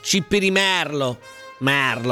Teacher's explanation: La parola si pronuncia con la E aperta